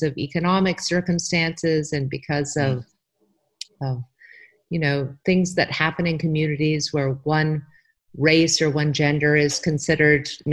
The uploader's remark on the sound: This is the first interview Beyond Well is conducting by Zoom due to quarantine. Please be patient as we work to improve our sound!